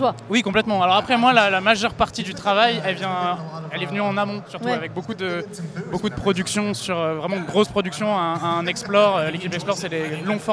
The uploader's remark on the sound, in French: enregistré depuis l’Accor Arena de Paris